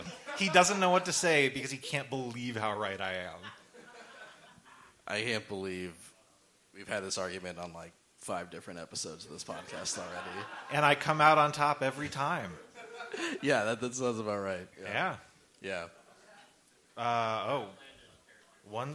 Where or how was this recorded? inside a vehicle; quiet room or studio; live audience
live audience